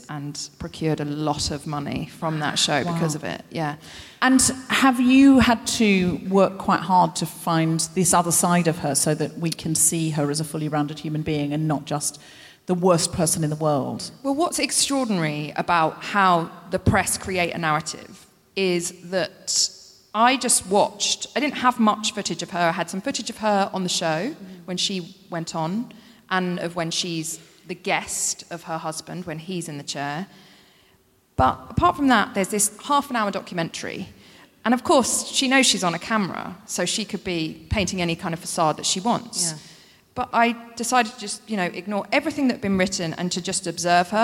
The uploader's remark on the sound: Recorded 7 March 2020 at The Royal Festival Hall in London.